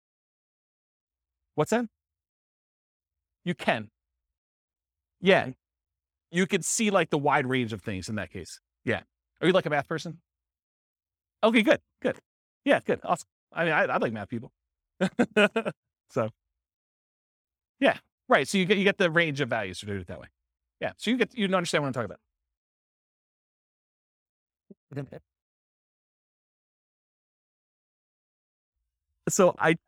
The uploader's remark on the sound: This was a live class recorded